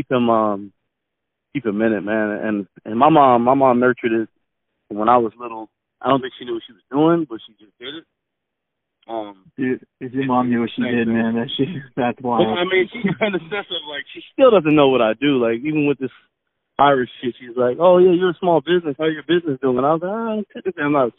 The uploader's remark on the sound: Phone Call